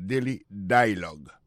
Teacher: Alors, accent tombé sur le premier syllabe là.